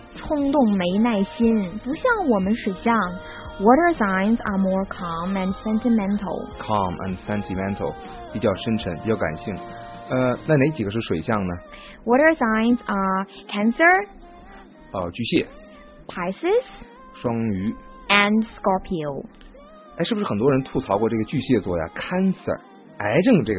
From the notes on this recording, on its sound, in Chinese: 老粉能一耳朵就听出这嘈杂的音质